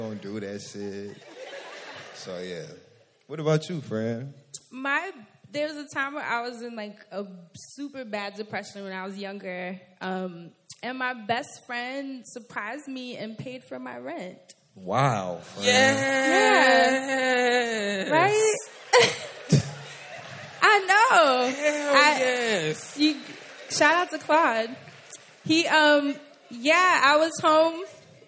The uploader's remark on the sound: 3-Year Anniversary Live Show in NYC.